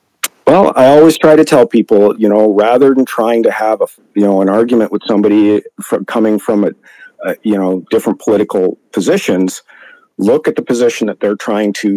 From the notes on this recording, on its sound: Here's the call in section from our Dec 3rd, 2023 Alberta Politics Roundup.